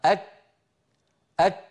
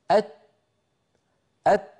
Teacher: العرب في زمن النبوة كانوا ينطقون الكاف والتاء، وراعي شدة بكاف وبتاء، ينطقون الكاف والتاء محبوستي الصوت، ثم بعد هذا الحبس للصوت يطلقون نفسا